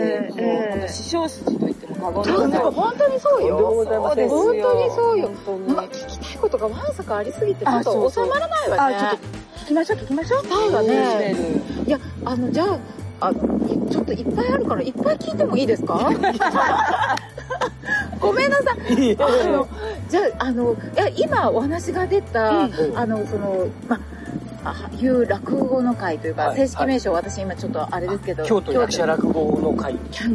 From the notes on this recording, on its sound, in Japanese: 風ノイズによりお聞き苦しいところがございます。